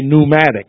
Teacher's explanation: We would just say pneumatic, and we drop the P in English